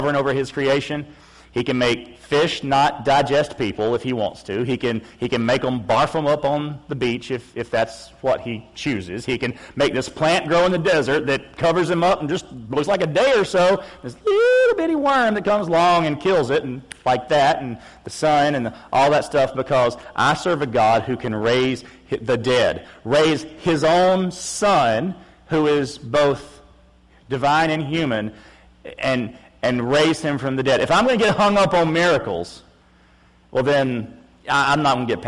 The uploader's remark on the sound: August 7, 2016 PM Service